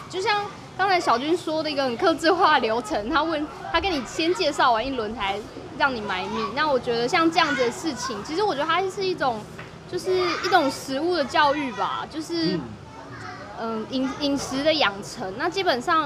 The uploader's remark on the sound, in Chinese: 錄音地點：台南 牽咖啡 Chen Coffee